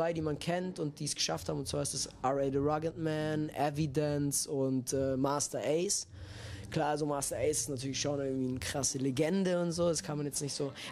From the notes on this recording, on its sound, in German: Auf dem Tapefabrik-Festival in Wiesbaden. Es ist eines der fünf Interviews, die wir vor Ort gedreht haben.